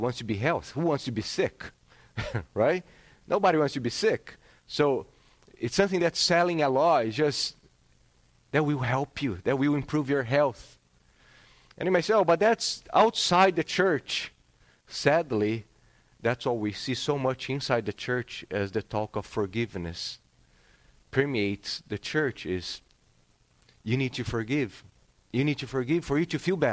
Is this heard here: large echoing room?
yes